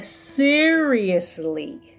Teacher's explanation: アクセントは E に来るので seriously でございます